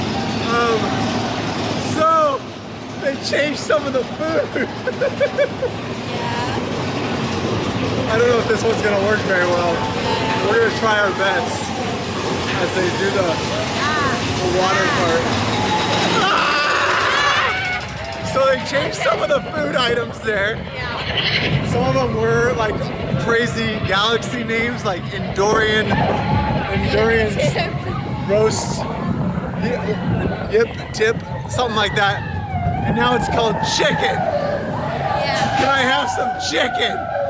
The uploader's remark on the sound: Disneyland News while on the rides!!! While riding rollercoasters and rides making for some interesting audio! Yes, parts of this podcast have wind, screaming, and a bit of craziness to it.